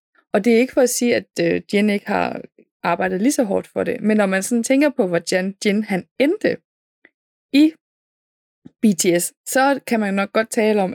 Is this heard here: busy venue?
no